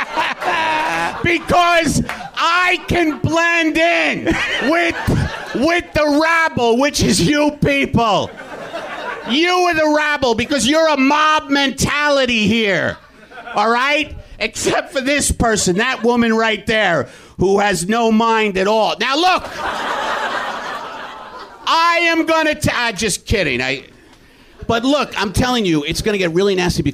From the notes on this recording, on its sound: You have the makings of a classic live WTF. Taped 5/21/10 at UCB LA.